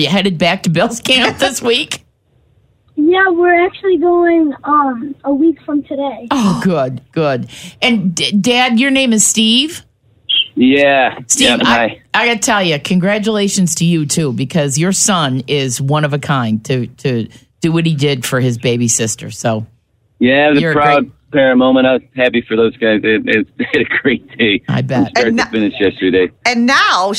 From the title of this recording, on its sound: On The Phone